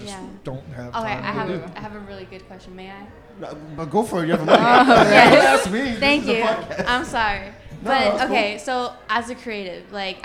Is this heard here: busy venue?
yes